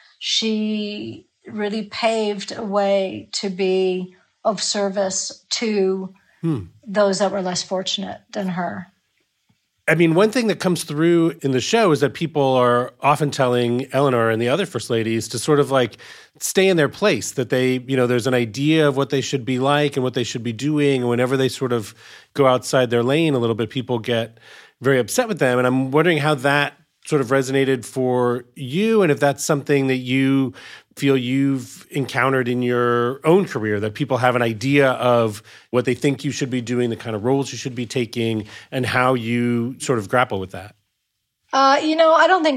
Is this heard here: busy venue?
no